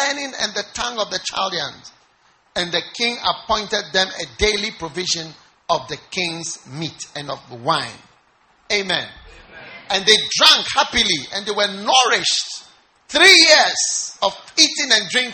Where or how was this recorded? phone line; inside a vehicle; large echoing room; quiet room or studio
large echoing room